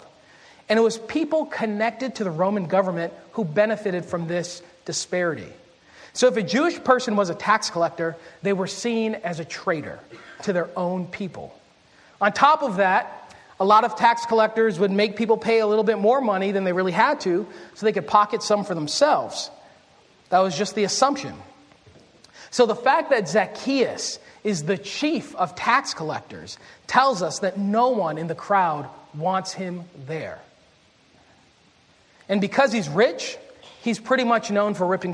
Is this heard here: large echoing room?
yes